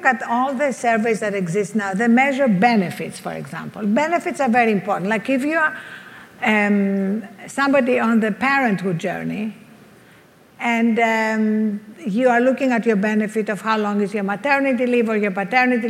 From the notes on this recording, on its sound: Fireside chat. At the Upgrade Labs 6th Annual Biohacking Conference.